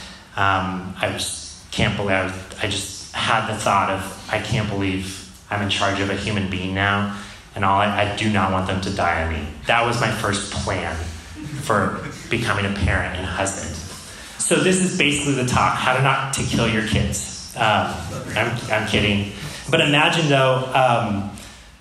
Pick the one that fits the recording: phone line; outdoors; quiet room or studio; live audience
live audience